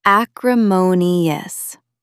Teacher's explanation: Stress the third syllable.